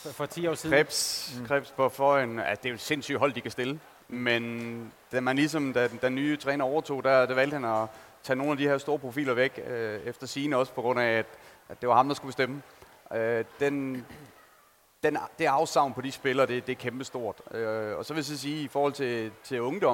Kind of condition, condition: setting, busy venue